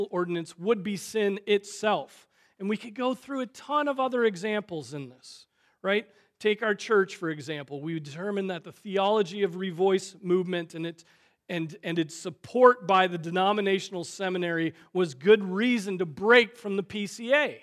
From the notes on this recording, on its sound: Preached on May 14, 2023 at Trinity Presbyterian Church ( Evangel Presbytery ) in Spartanburg, SC.